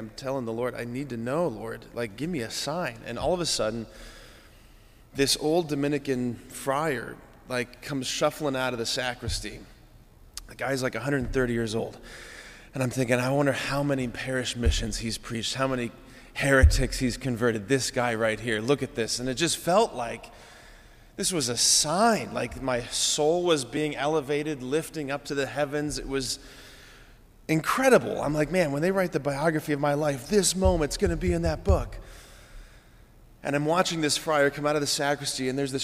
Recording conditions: large echoing room